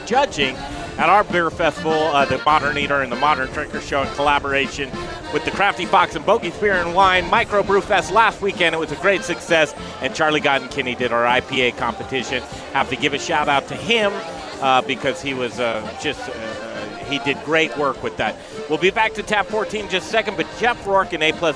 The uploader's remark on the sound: The Modern Drinker Show Live from Tap 14 downtown!